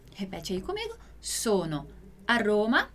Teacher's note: esse som aspirado do ra não vai existir na língua italiana